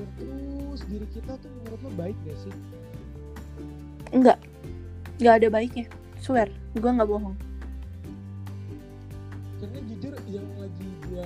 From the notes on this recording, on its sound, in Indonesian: Maaf apabila suara gw yang sangat kecil karna kerusakan pada mic yang baru gw sadari